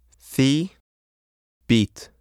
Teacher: In English, a slight y sound accompanies this vowel. Fi, beat. This y sound in the English words occurs as a result of the movement of the tongue and lips in an off glide from the vowel.